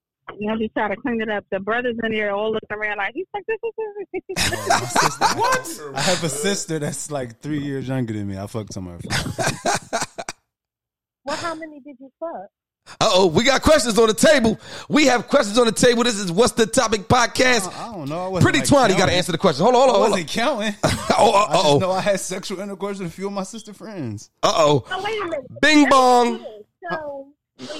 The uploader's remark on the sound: We also take 2 phone calls